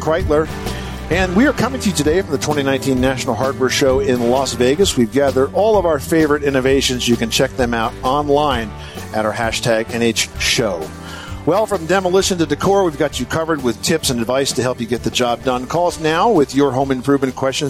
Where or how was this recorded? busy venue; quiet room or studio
busy venue